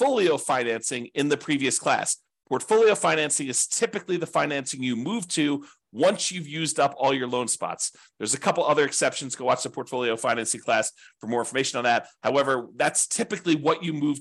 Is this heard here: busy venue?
no